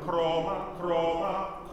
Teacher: For the R, it's kind of flipped, like you would do in German.